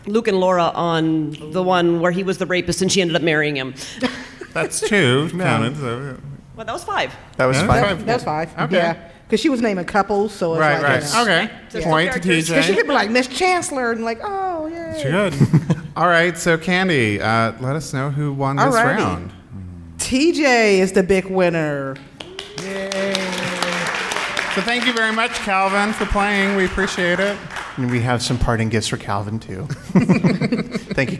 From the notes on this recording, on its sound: This week’s episode was recorded live in front of a studio audience in Las Vegas at Pride48.